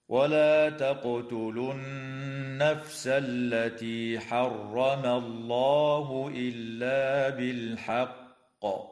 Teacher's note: تقلقل القاف في كلمة تقتلوا، وتغن النون المشددة في كلمة النفس، وتفخم اللام في اسم الله لوقوعها بعد فتحة. ويجوز الوقف على كلمة بالحق من قبيل الوقف الكافي، وتقلقل القاف فيها حال الوقف مع تشديدها، هكذا: ولا تقتلوا النفس التي حرم الله إلا بالحق.